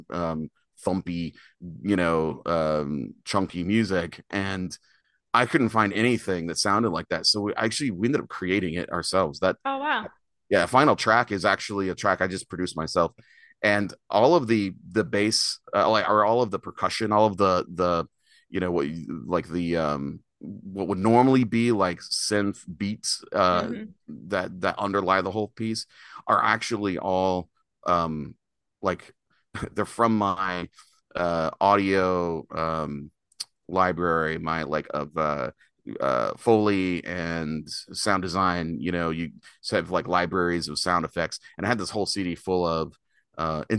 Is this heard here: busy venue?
no